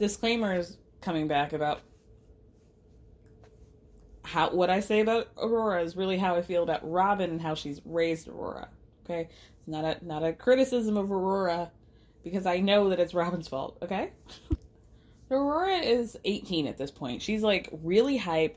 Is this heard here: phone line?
no